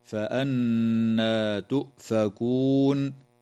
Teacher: النون في كلمة فأنى مشددة، فحكمها الغنة بمقدار حركتين